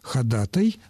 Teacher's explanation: И в таких словах, как правило, ударение оказывалось на срединном слоге.